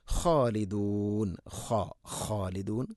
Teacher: ഖ ഇസ്തിഇലാന്റെ അക്ഷരമാണ്, സ്വരഭാരത്തിൽ ഉച്ചരിക്കേണ്ട അക്ഷരമാണ്. ഖ ഖാലിദൂൻ ഖാലിദൂൻ അല്ല ഖ ഖാലിദൂൻ.